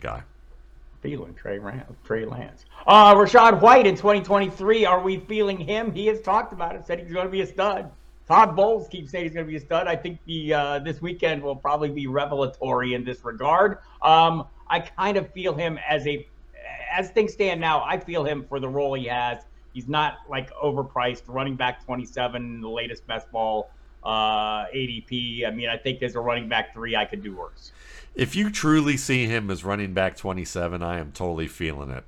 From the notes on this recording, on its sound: A weekly phone conversation